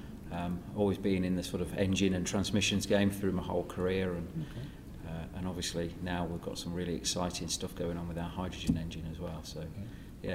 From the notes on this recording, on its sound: Recorded with JCB at CONEXPO-CON/AGG in Las Vegas.